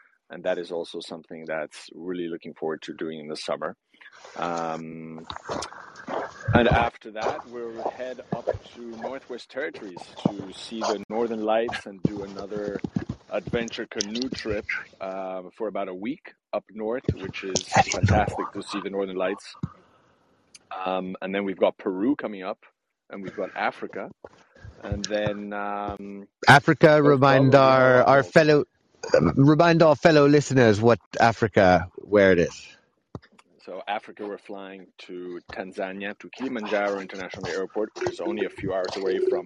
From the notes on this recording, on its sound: Kayaking on a frozen lake. Live from the backcountry.